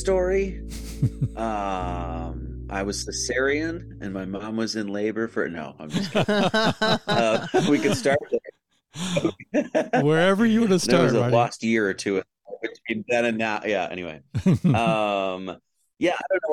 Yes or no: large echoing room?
no